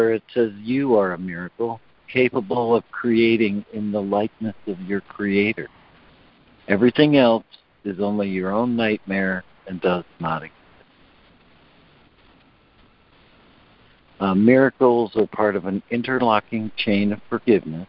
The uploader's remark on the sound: ACIM Daily Conference Call